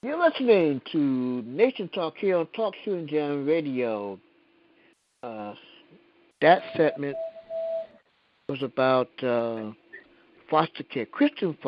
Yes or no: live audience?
no